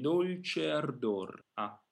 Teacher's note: The A vowel is always in a very frontal position, very relaxed, but to go back to the example of A that you gave, try not to think of it as being too big, because that has a tendency to fall back in the mouth and almost become an O.